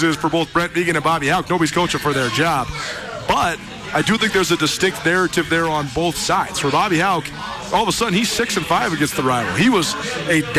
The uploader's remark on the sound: gather around a table at the JFK Bar in Anaconda